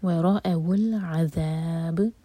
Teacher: واو light, را heavy, حمزہ light, وراءوا، تو یہاں پر حمزہ کو ہیوی نہیں ہونے دینا اور را کو لائٹ نہیں ہونے دینا.